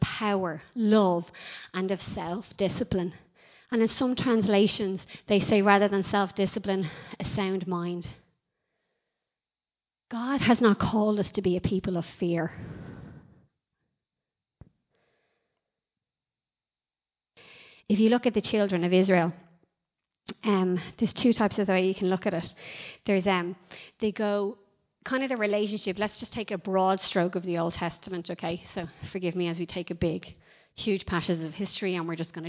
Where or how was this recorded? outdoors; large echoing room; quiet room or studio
large echoing room